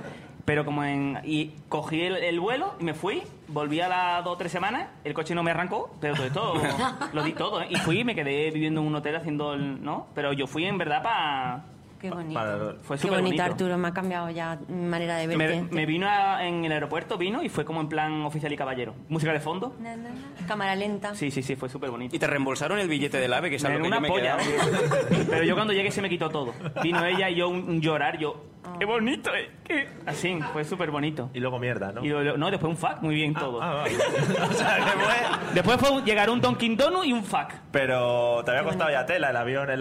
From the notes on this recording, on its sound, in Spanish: El episodio especial que grabamos en directo en las VII Jornadas de Podcasting. Tenemos que agradecer a Radio Podcastellano por el soporte ofrecido durante la grabación que salió magnífica.